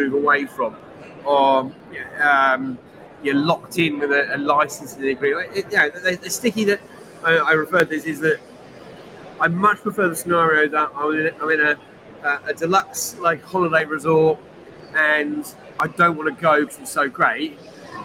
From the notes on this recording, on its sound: Live from #meandatastreets of Big Data London